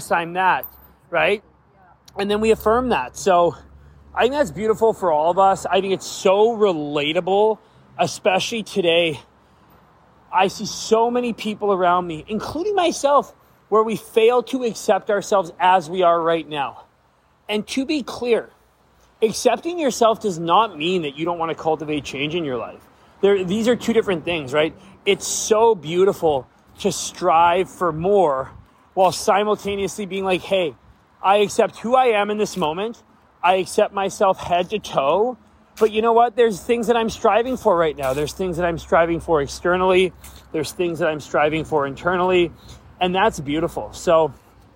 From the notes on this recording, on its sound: On a beautiful Vancouver day, while walking with my mother, we decided to talk.